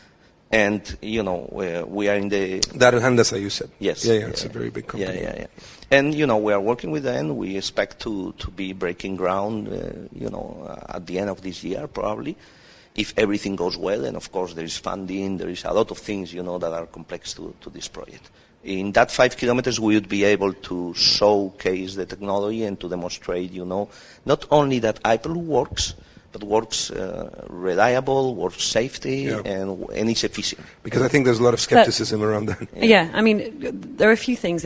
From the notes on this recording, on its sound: Live on location at the Etisalat Hello Business Hub